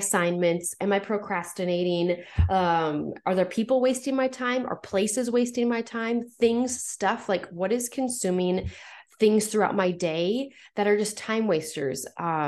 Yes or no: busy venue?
no